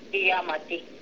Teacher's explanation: قیامتی یا لمبا ہوگا آتی میم کی زبر لمبی نہیں ہوگی میم کی زبر شارٹ رہے گی